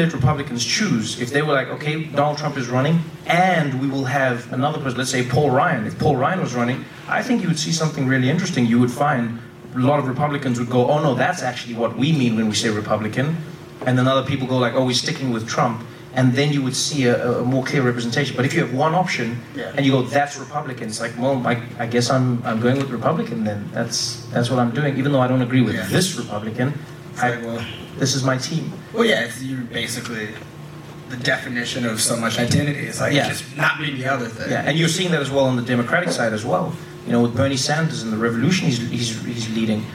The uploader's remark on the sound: Recorded live at the 2016 Vulture Festival.